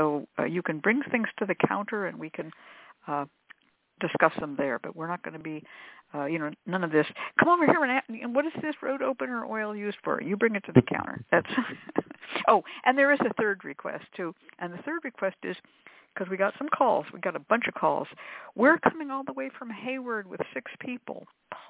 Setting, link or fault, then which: link, phone line